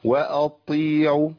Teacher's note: انا شددت الطاء. ليه؟ لان انا وقفت على المخرج شويه زياده، والمخرج عندي لما يكون الحرف محرك بفتح ما اقفش على المخرج.